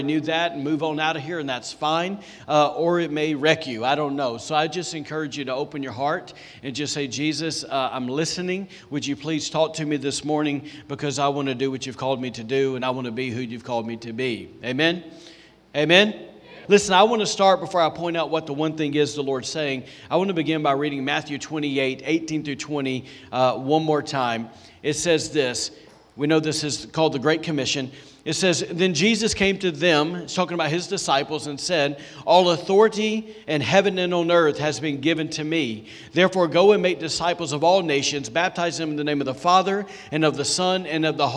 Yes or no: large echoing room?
yes